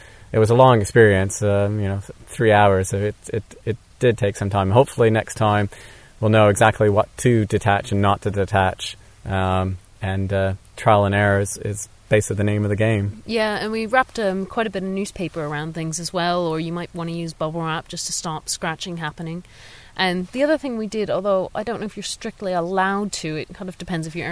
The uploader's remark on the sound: We recorded this at our wild camping spot, just outside of Sussex NB, thus the sound of the wind in the trees and other noises not found in a studio.